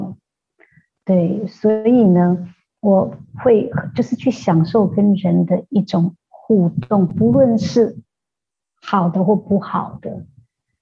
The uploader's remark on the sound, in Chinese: 對不起，這集的收音有點差，請大家見諒～。